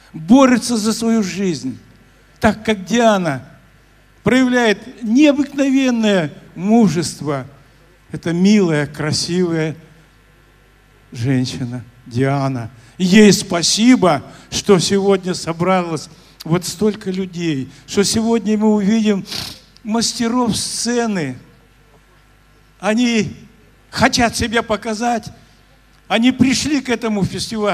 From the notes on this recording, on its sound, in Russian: Аудиозапись гала-концерта IV Международного фестиваля «Белая трость». В концертном зале гостиницы «Космос» состоялся гала-концерт четвёртого международного фестиваля «Белая трость». Многие из вас слышали трансляцию этого мероприятия в прямом эфире «Радио ВОС».